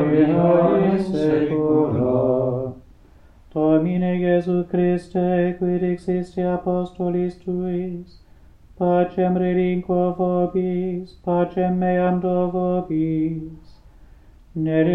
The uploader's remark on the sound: Recorded live at Southgate House on 19 August 2023.